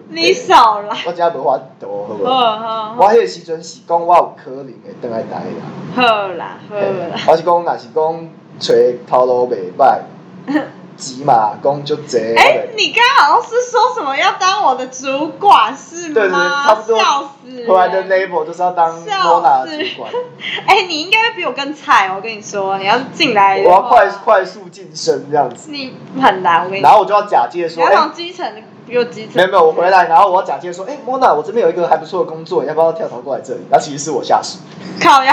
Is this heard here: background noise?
yes